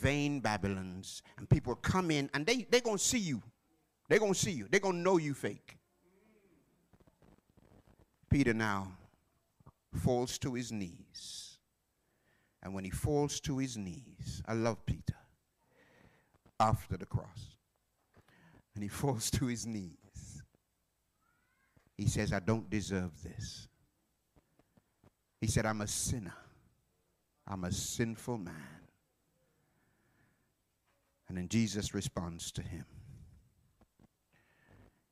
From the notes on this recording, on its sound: Live from Plumstead Community SDA Church